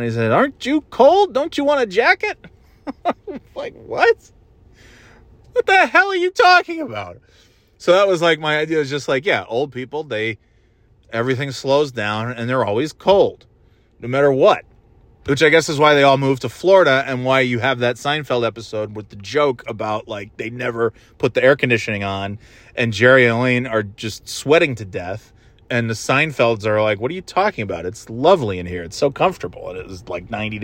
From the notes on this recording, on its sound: Just driving around and talking about whatever